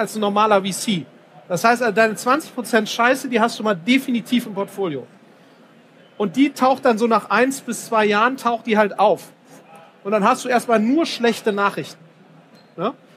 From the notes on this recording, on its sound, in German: Auf dem #OMR Festival in Hamburg